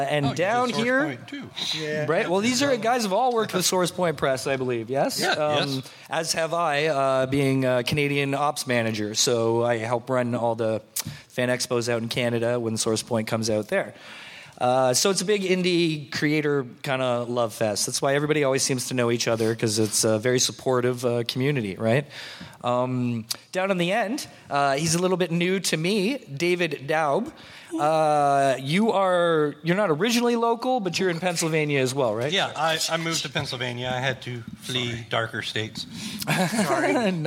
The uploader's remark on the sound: An independent comic creator panel LIVE from FanExpo Philadelphia